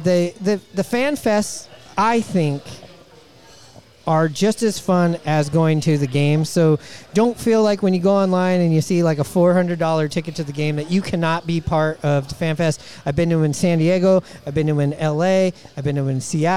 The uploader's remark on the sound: Recorded at Murphy's Pub in Wallingford.